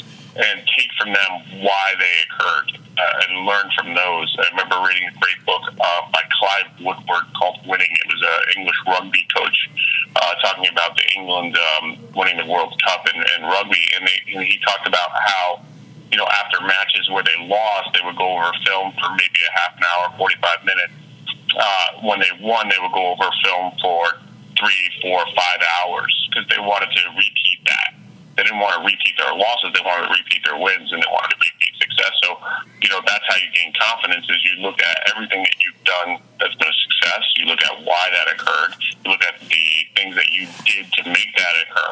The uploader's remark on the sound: on the phone